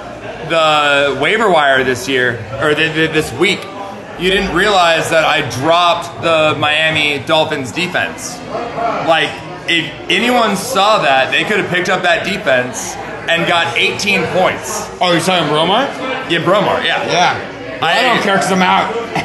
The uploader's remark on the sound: live from blue light in SF!